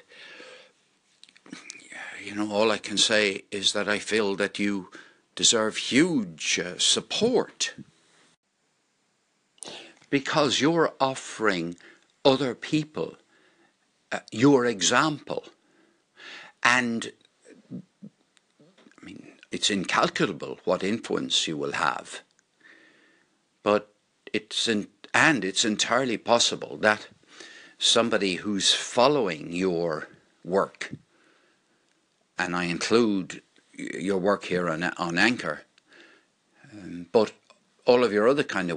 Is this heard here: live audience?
no